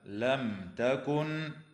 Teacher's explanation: وتظهر الميم الساكنة عند التاء في قوله تعالى لم تكن